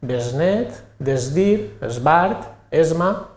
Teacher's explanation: Esta S és sonora perquè va seguida d'una consonant sonora.